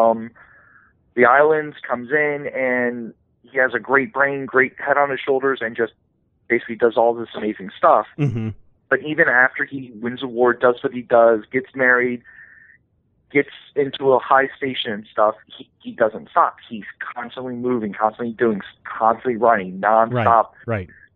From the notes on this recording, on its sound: Your phone calls!